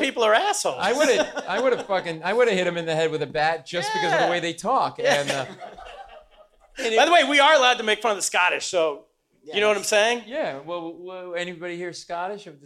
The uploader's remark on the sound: Live From Stand Up NY. Live comedy extravaganza.